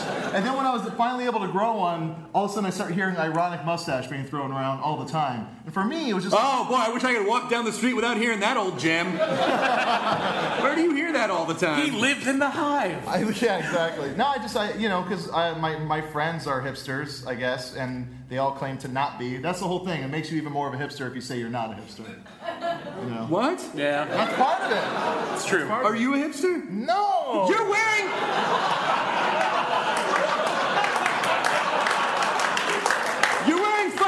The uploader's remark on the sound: Joined us for our very first live podcast! This was recorded at Largo in Los Angeles. In front of a kick-ass crowd of delightful humans. We made it a little longer than a normal podcast by incorporating live performances and taking Q & A from them at the end.